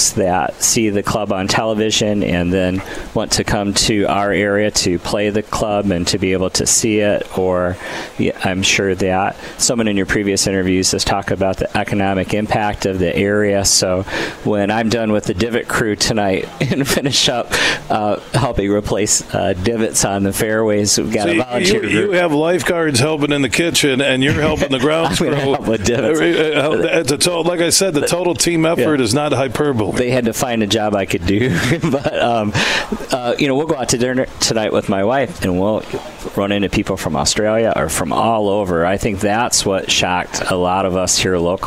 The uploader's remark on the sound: It's day 2 of us broadcasting live from the Midland Country Club as the Dow Great Lakes Bay Invitational two-person event takes place this week starting Wednesday.